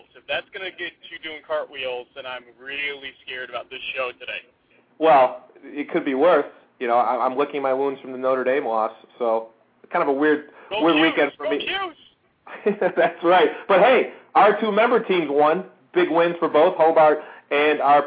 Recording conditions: phone line